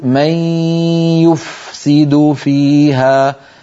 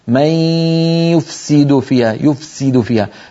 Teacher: لابد أن نبين الفاء عند السين، يكون صوتها واضح · Shown in: first take